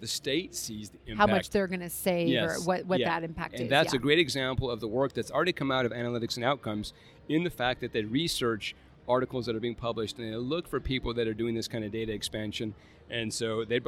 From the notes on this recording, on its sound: live from the Dragonfly Max Podcast Lounge